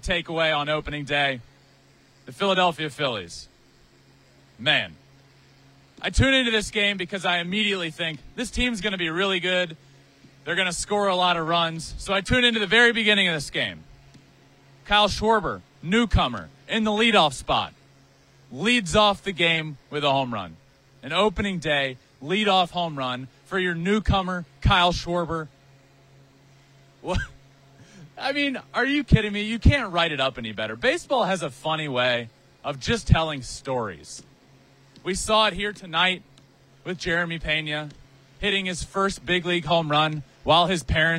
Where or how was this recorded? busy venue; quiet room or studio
busy venue